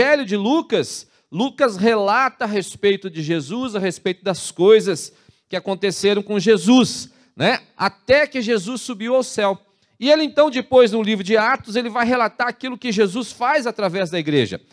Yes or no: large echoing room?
yes